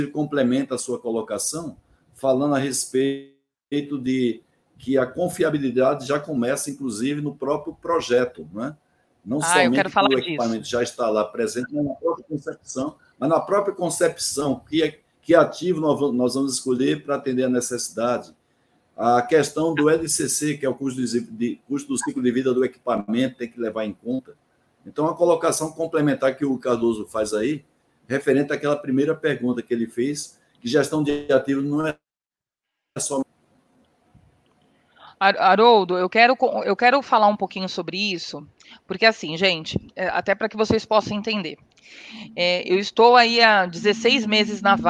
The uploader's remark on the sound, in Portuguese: Este é o áudio da Live realizada no dia 30;01/2023